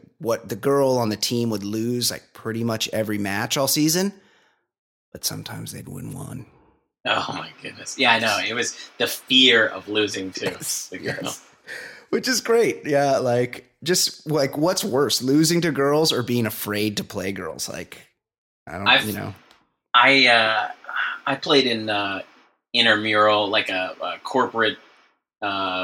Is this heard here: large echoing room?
no